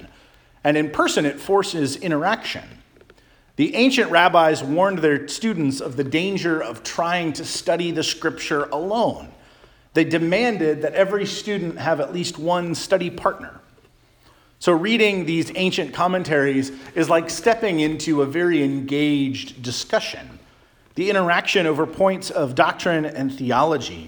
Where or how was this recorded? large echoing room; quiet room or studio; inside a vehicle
large echoing room